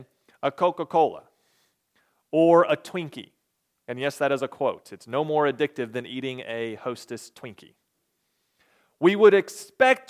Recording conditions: large echoing room